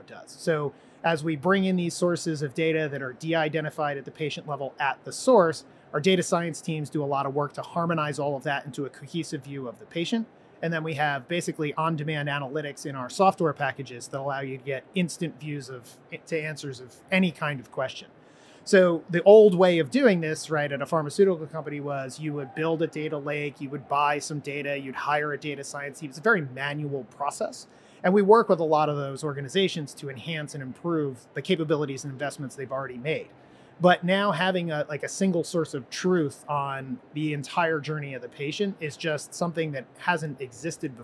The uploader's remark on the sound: live from the floor of the HLTH conference